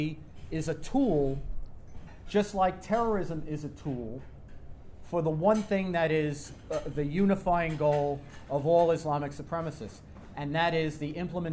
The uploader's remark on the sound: remarks at TNC's board dinner